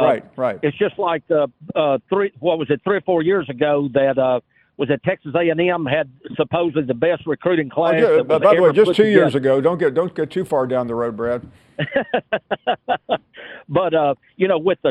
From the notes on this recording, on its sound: we continue with more of your phone calls